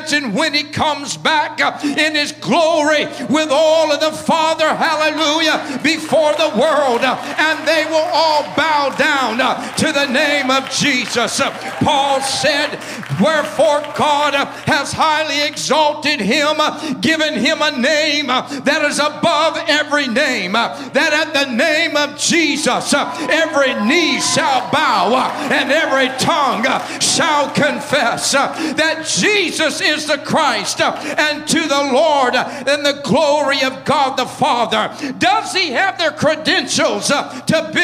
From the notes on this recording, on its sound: at the Victory Gathering at Fireplace Fellowship